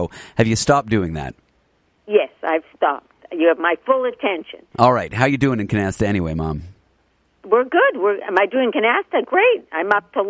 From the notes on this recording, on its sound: An inappropriate on-air phone call. Here's that phone call!